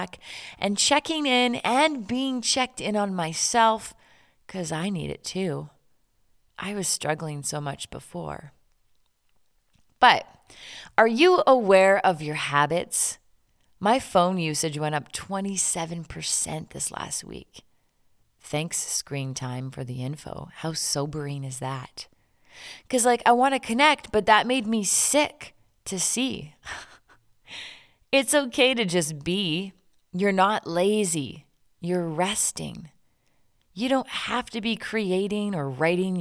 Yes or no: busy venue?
no